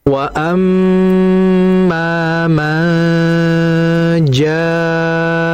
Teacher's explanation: ada nun mati ketemu jim itu namanya ikhfa maka dengungannya ditahan. Wa amma ja'aka jadi ditahan ikhfanya.